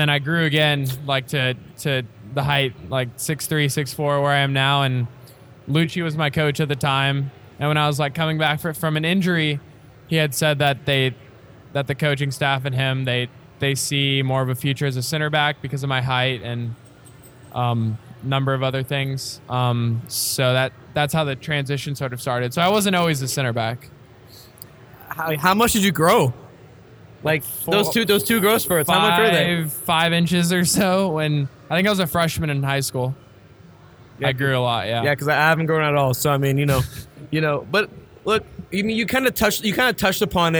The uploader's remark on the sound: The guys took over the mezzanine at 3 Nations Brewery in Carrollton, Tx for their live season review show. They were joined by a parade of friends.